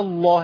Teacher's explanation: اللام مشددة بعد حرف المد الألف · Term: مد لازم